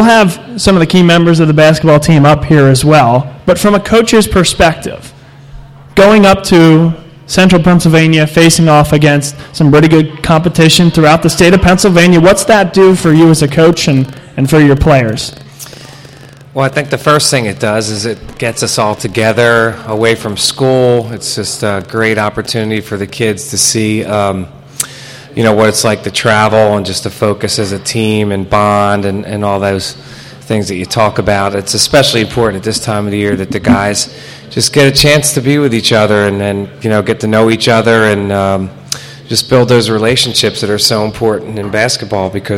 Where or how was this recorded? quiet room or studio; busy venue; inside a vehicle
busy venue